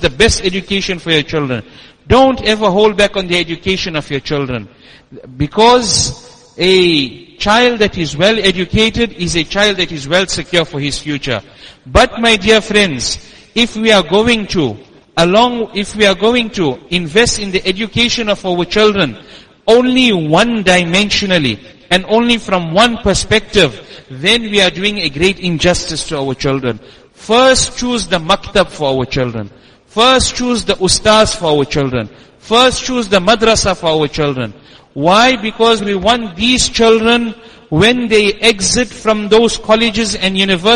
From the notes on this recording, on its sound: Jumuah lecture at Masjid us Siddique